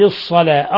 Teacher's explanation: الصلاة اللام شمسية لأن اللام أدغمت في الصاد